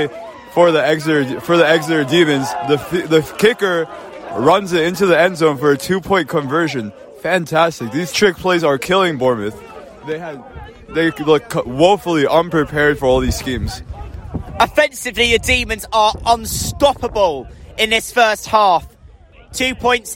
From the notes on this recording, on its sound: Live commentary from the Rubber Crumb